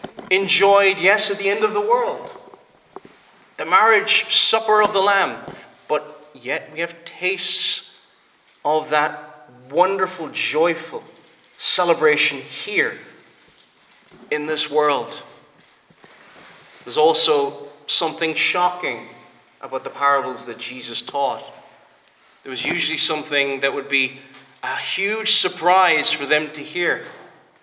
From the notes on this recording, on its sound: Preached at the Presbyterian Reformed Church of Stockton-on-Tees -England-.